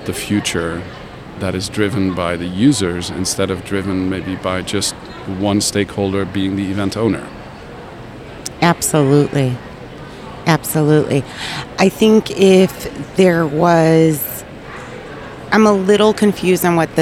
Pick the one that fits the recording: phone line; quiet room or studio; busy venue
busy venue